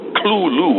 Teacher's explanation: Well, the pronunciation you just gave has become pretty standard, but Lovecraft declares in a letter of 1934 to some friend of his that the pronunciation is actually only two syllables. The T-H is not pronounced as a T-H, it's pronounced as a kind of guttural L. He actually renders it as C-L-U-L-U.